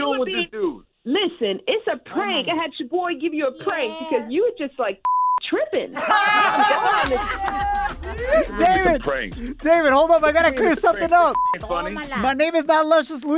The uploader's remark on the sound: In today's show we opened up the phone lines and asked our listeners their WORST airport experiences.